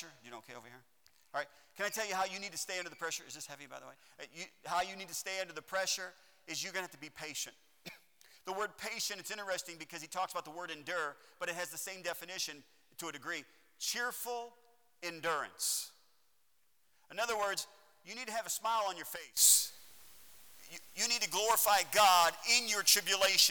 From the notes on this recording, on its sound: at Heritage Baptist Church, Lawrence Kansas on Sunday AM, March 28th, 2021.